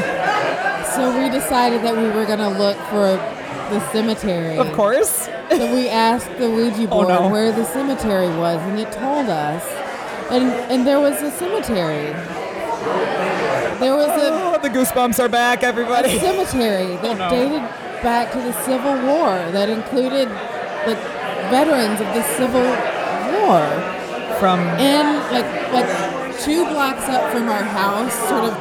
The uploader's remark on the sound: Behind the Scenes at Milwaukee Paranormal Conference 2015